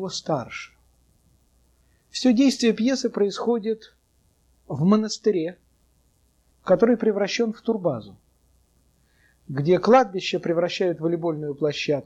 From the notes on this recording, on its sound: delivered at the University of Kansas on April 3, 1987